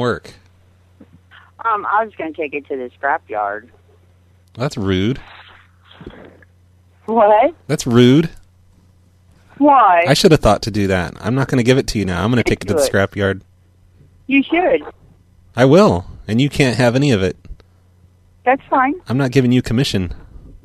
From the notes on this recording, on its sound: …'s Personal Prank Phone Calls Collection.